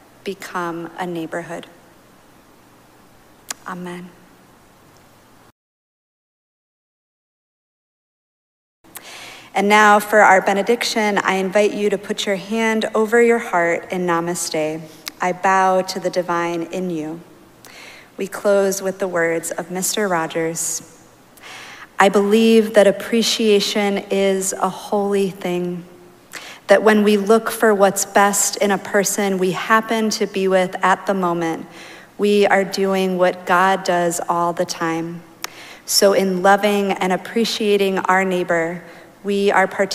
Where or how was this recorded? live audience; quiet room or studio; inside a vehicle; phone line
live audience